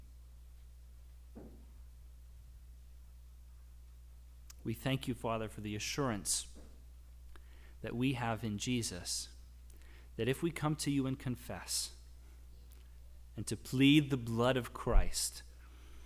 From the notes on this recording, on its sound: The audio recording of our worship service